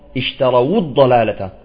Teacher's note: الواو ساكنة ولكن حركت بالضم